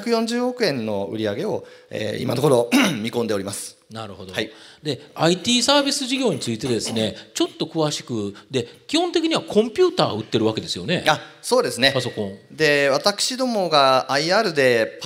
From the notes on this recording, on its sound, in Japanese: 2019年7月28日、東京・東銀座の時事通信ホールで行われた「ラジオNIKKEI 相場の福の神 注目企業ＩＲセミナー」